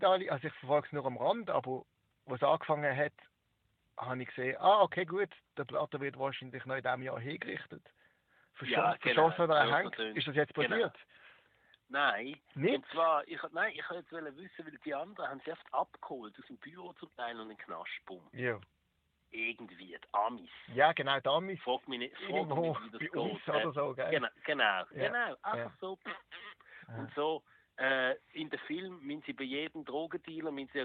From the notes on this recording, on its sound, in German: am Telefon